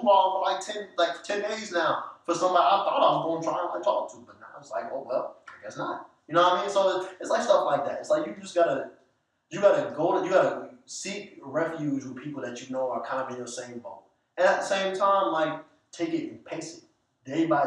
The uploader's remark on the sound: Sorry for the bad quality